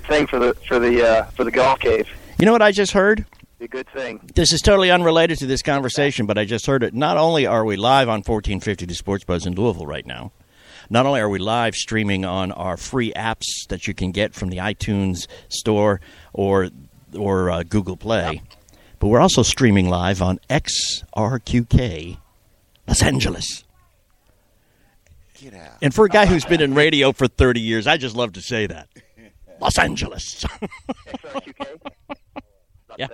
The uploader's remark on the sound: Live from The Polo Fields